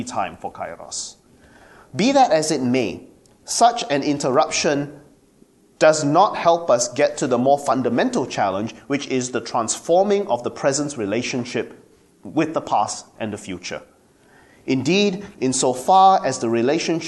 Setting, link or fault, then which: setting, large echoing room